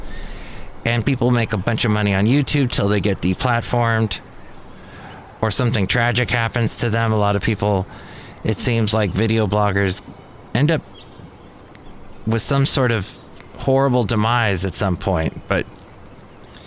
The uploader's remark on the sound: Podcasts live from Café Anyway.